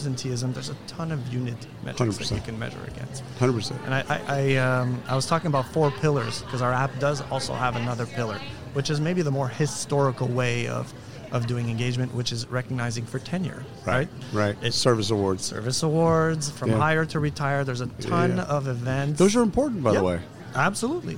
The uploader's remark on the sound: Live from SHRM 2022